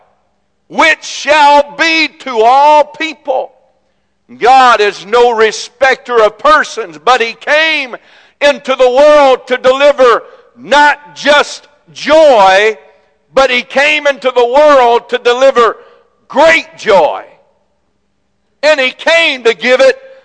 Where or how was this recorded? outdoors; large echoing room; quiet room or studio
large echoing room